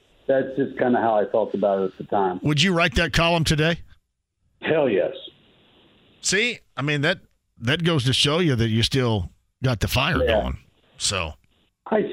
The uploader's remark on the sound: talks to some listeners over the phone